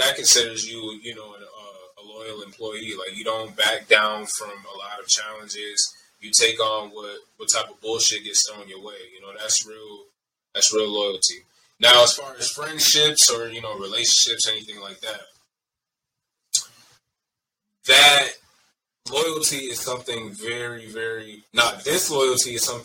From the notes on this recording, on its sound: Pardon the audio quality